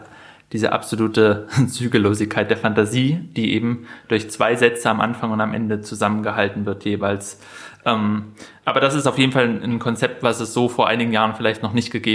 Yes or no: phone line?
no